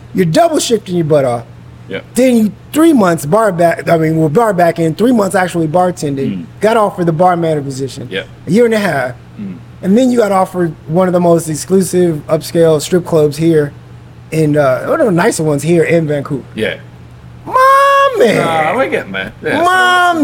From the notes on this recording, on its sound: Speak about the nightlife scene on location inside of Lamplighter Bar in beautiful Gastown, Downtown Vancouver, B.C.